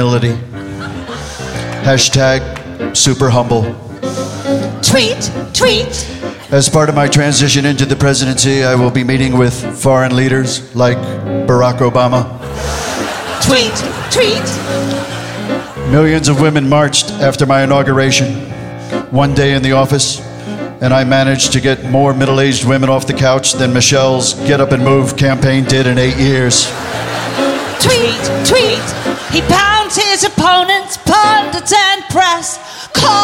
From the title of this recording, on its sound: Live at the South Point 01-26-2017